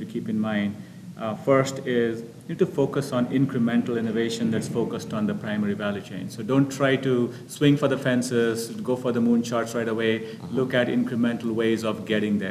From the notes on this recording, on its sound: recorded on-site at Insurance Innovators: USA